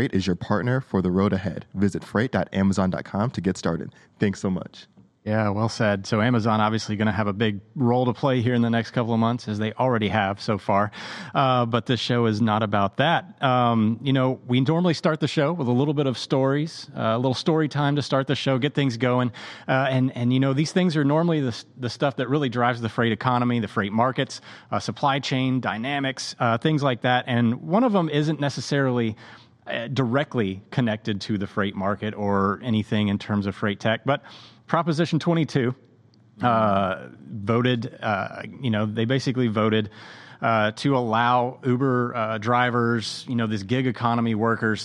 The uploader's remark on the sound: Live from FreightTech Venture.